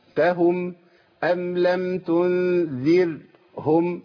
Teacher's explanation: حركه الفتح اثرت على الراء بالتفخيم وحركه الكسر اثرت على الراء بالترقيق. يبقى اقولها كده انذرتهم ام لم تنذرهم مع الترقيق.